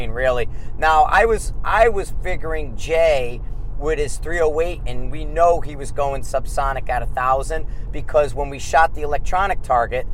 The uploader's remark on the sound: Are on the Road driving to Dubuque Iowa for our next set of classes.